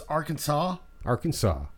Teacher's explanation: Three syllables. Yep. Final S silent.